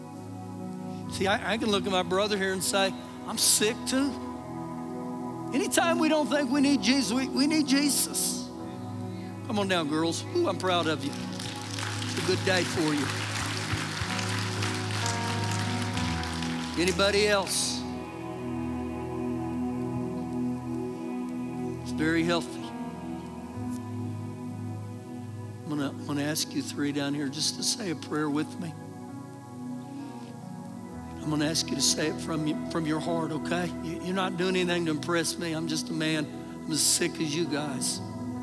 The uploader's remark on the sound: Recorded live during our Wednesday night service